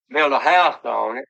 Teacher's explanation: an example of a noun that has been pronounced with an intrusive T, housed instead of house. And it's almost, if you're not listening close, you don't hear it, but it's definitely there.